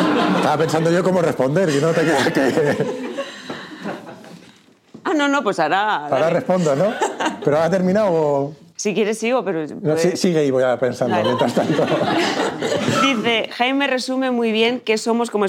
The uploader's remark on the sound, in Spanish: Grabación completa del evento de presentación de «La realidad no existe», con público